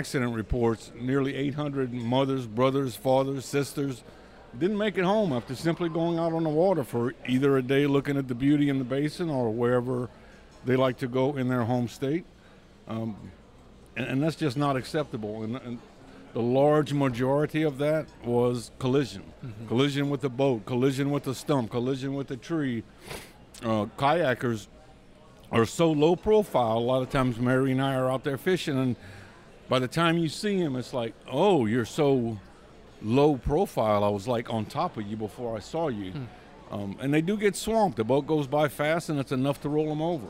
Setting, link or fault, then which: setting, busy venue